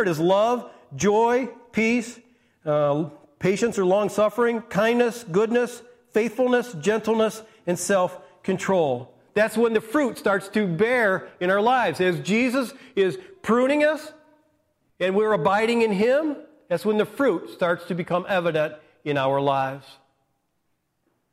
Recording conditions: large echoing room